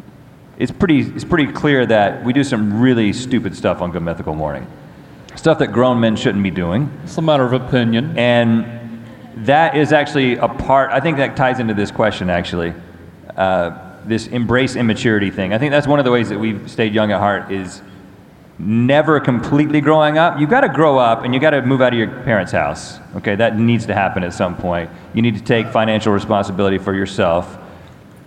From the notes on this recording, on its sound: Live from VidCon. Fan Q&A From VidCon.